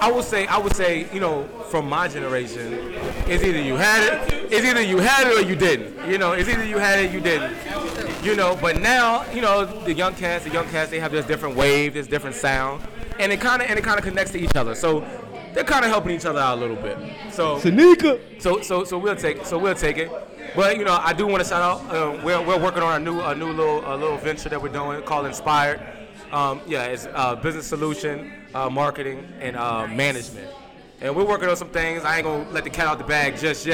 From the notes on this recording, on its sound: Live From The Packed House Tour 3.26.2017. For the first time ever, we are podcasting is live on location at the Packed House Tour.